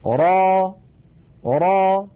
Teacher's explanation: را را تتألف من راء مفتوحة بعدها ألف وليس في آخرها همزة، ليس في آخرها همزة. را هذا مد طبيعي، ألف مسبوقة بفتحة، نمدها بمقدار 2 حركات، ونحرص ألا نخرج في آخرها همزة